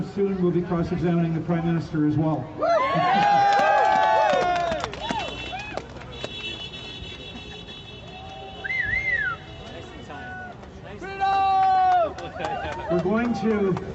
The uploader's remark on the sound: LIVE at the Calgary Rally.